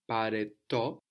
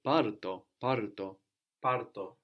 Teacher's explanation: When we add a word on the end with T, so to, ta, tus, tin, any of those, we can have a contraction. So instead of saying pare to, we say parto